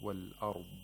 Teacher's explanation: It should not have qalqala, and it should not be, pronounced like with an abrupt silence.